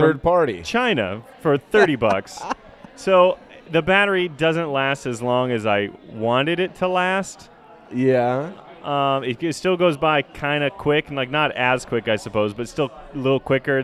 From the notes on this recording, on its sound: recorded at Off The Vine